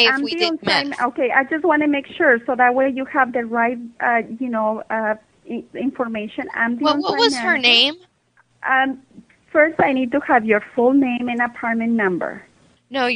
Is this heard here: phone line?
yes